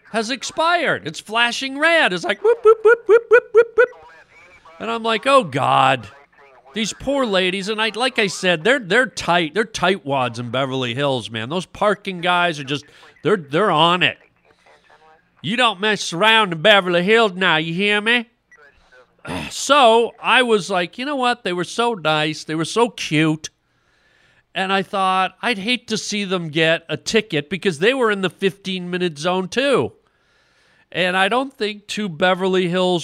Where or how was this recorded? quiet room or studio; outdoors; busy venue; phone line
phone line